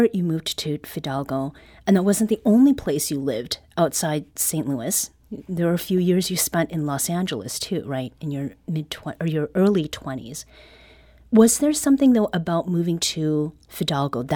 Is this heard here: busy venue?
no